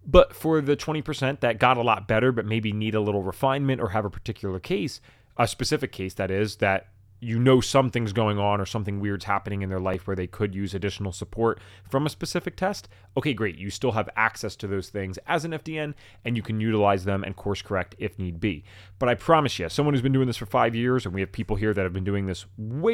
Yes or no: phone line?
no